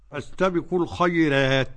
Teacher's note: قرأ بترقيق الراء ورش عن نافع. فاستبقوا الخيرات، ترقيق راء خيرات.